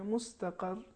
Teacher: مثال کے طور پر مستقر، رے آخر میں ہے، اس پر تشدید ہے، تو جب ہم اس پر ٹھہریں گے تو اس طریقے سے تلفظ کریں گے مستقر، تاکہ تشدید کا پتہ چلے. اگر ہم یوں تلفظ کریں مستقر تو تشدید حذف ہو جائے گی